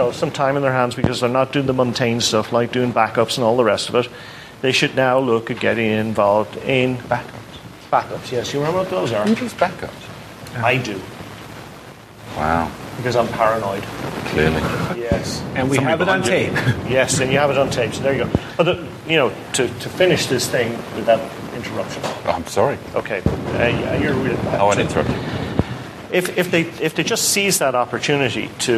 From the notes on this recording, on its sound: DevConnections Live Episode. Recorded with a live audience at DevConnections 2013 in Las Vegas. Participant Q.